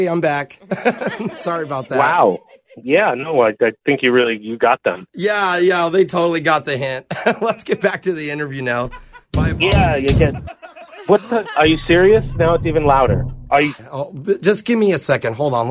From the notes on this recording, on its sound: Phone Tap.